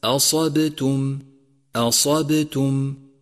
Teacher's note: وتأمل ترقيق الهمزة وتفخيم الصاد وقلقلة الباء وترقيق التاء مع دقة لفظ ضمتها